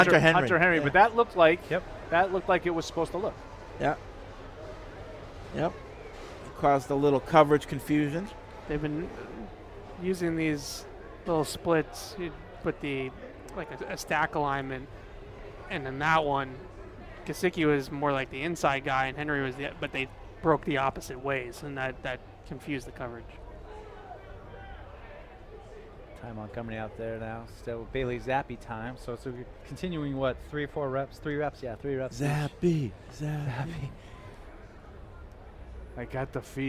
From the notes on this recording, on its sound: Tune-in as we broadcasted live from Day 1 of Patriots Training Camp.